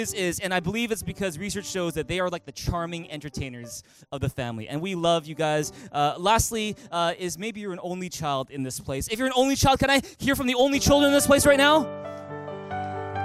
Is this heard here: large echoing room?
yes